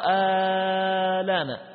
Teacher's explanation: سبقها حرف مد، حرف مد، وأتى بعده سكون أصلي فيصير مدا لازما